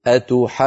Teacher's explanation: الكلمة الثالثة فيها مدان لازمان، انظروا أتحاجوني، فقبل الجيم المشددة ألف، وإن كانت غير مكتوبة في الخط لكنها منطوقة